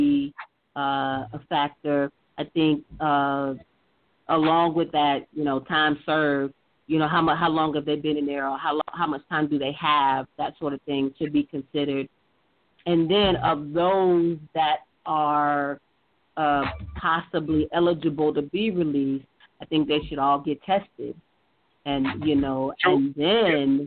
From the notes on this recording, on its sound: This live talk radio show features various subject matters, special guests and also live calls from our listening audience.